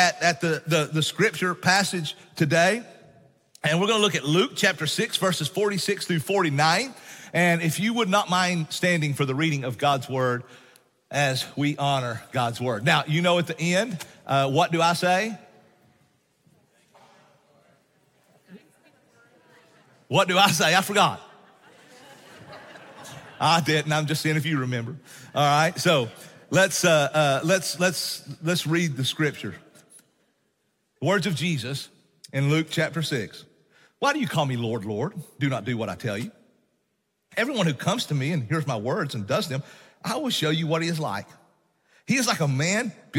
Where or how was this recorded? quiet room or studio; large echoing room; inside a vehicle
large echoing room